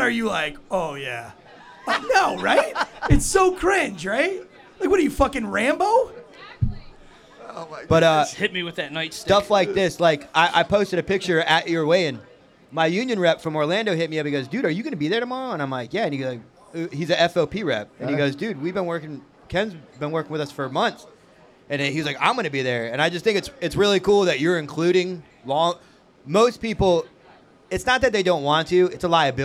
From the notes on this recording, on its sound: We are joining you guys LIVE this week for the big Failure to Stop Meetup & Valor Bare Knuckle fight event.